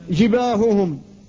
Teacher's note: فلذلك قال وصفي ها جباههم، الهاء في جباههم لا بد من تصفية الهاء فتخرجها من مخرجها وهو آخر الحلق، ومع ذلك تنطق بها مهموسة فلا تشعر بها